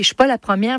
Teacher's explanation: le A de pas qui devient presque un O